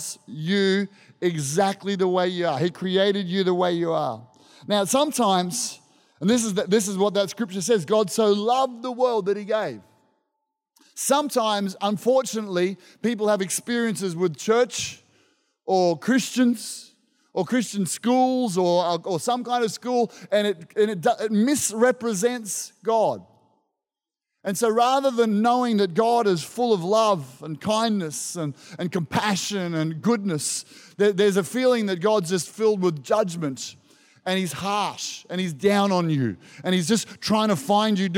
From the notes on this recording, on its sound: This was recorded in our 5pm service on the 18th of December, 2022